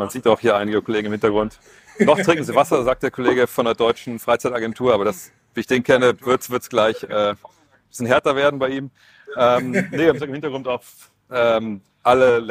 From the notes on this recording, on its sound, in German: Live vor Ort in Manila.